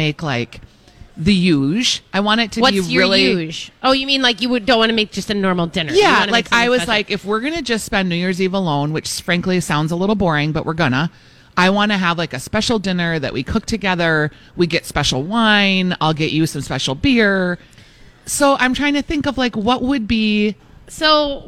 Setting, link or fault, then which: setting, busy venue